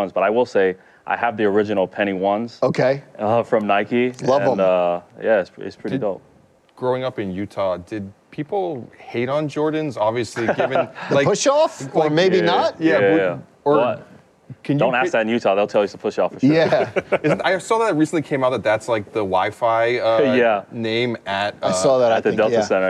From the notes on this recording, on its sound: This episode was recorded at ComplexCon a few weeks back